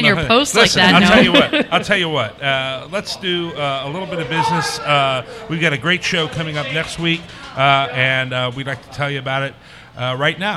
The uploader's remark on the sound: LIVE at Braxton! Live! At Braxton. From our live periscope feed and interaction via social media.